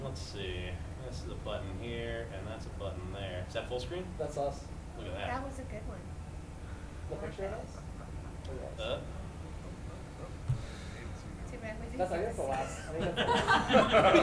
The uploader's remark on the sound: Galaxy Con 2023 LIVE. LIVE from Galaxy Con Richmond.